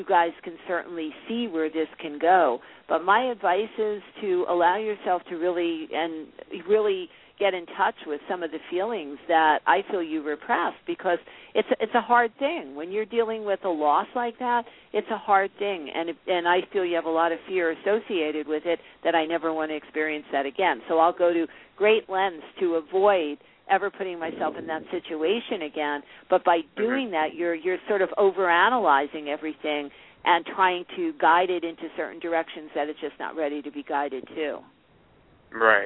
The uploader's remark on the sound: Take your calls on the air - LIVE!!! Live call-in radio talk show.